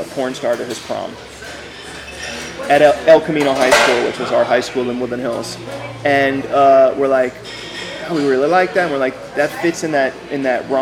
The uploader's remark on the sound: A candid chat in a diner (excuse the background noise).